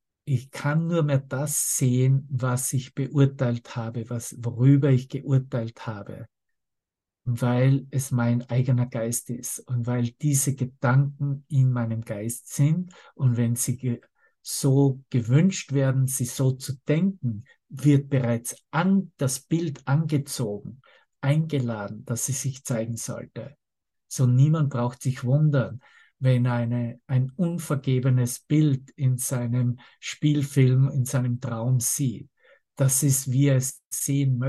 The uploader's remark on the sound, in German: Zoom-Session. Veranstaltet von der Aleph Akademie.